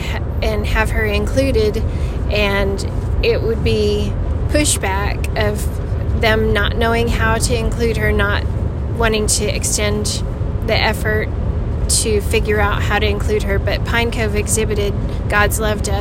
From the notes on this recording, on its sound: In the excitement of driving to camp at Pine Cove